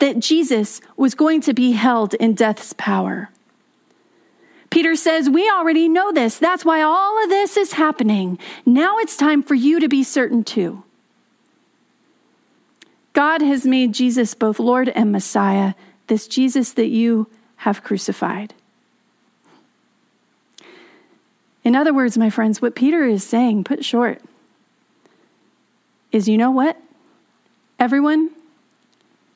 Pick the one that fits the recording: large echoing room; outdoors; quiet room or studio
large echoing room